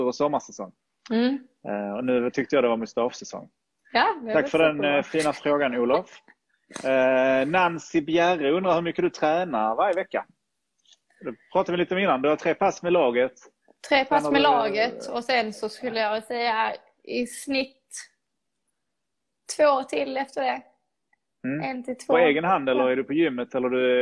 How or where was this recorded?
video call